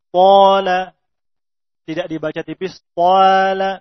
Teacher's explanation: Kemudian to, huruf tebal. Maka alif yang datang setelahnya mengikuti hukumnya. Mengikuti tebalnya huruf tersebut.